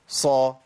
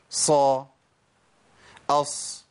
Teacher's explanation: سامعين صوت الصفير والهمس؟ ص اص. لازم يبان الصفير.